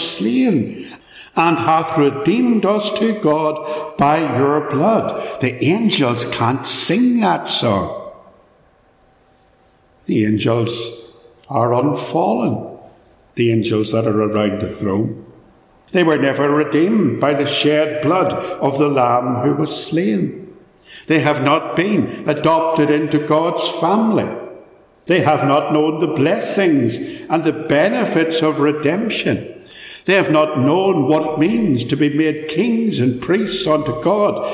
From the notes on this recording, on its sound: A sermon preached at Ballymacashon.